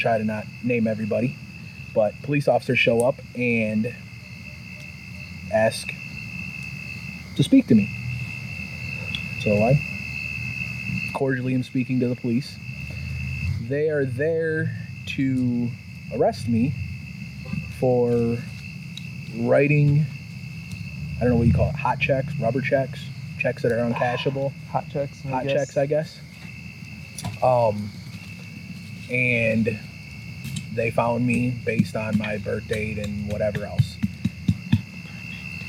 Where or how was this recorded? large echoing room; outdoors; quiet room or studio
outdoors